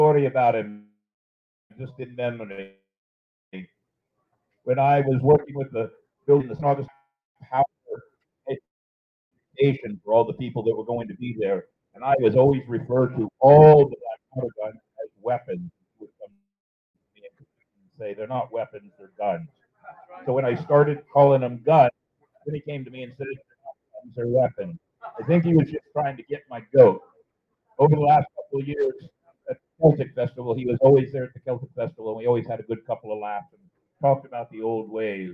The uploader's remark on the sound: Live on Location at Dicks Wings 2023!